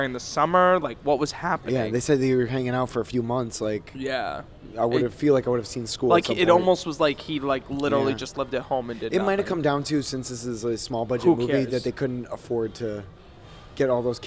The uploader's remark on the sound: (LIVE from IHOP). Coming to you LIVE from the IHOP in Providence.